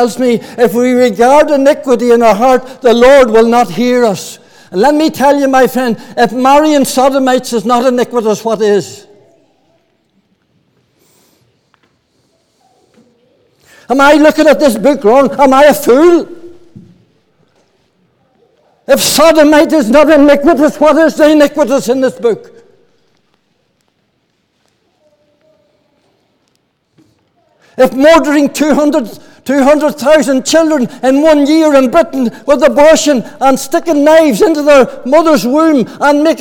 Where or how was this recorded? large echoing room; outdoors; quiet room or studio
large echoing room